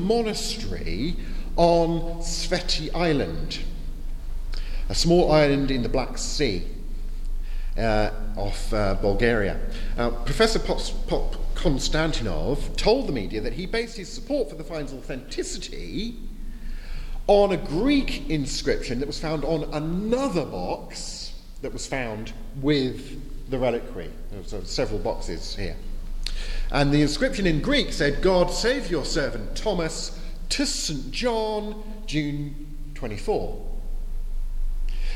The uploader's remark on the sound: at the 2022 European Leadership Forum in Poland (with the Q&A times edited out)